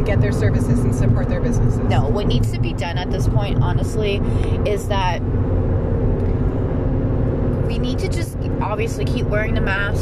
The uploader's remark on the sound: During a drive in the car.